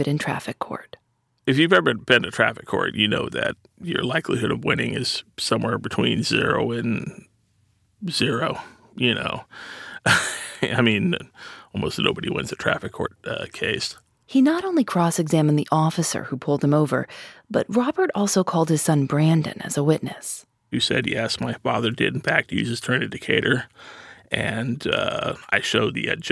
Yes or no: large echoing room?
no